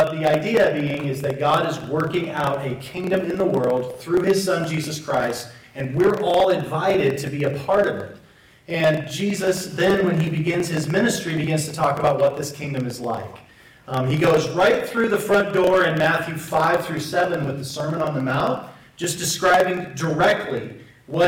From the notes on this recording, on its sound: Apologies for the poor audio quality.